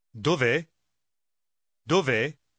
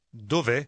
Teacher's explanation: Вместо высказывания Dove è? С двумя отдельными звуками è? Они объединяются в один.